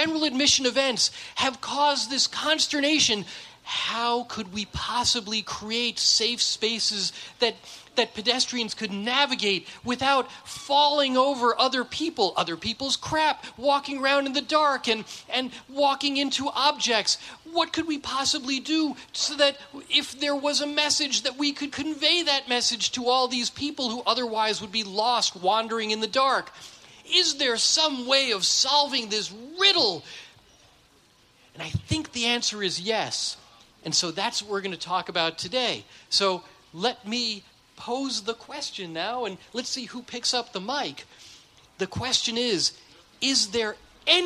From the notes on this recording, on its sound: In our first-ever live taping of the Event Safety Podcast. Presented by Reel Media as part of the 2019 Event Safety Summit.